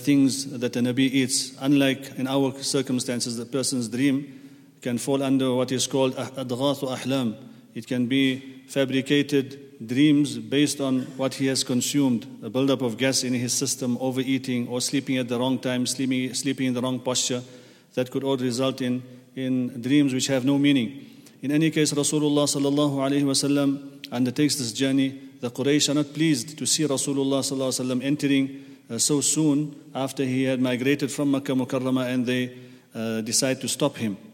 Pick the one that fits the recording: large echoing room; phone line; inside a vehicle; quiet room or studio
large echoing room